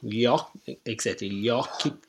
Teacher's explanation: This y sound, this lambda, when it's between two vowels, is also a double consonant.